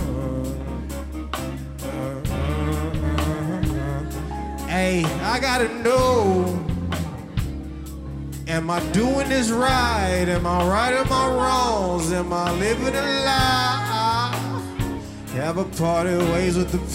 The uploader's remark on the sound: This performance was taken from the Chreece music festival hosted at the white rabbit cabaret in 2019